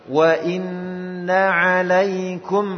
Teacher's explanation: Jadi suaranya na jangan dimasukkan ke ain.